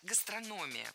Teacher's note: Ударение в этом слове падает на третий слог.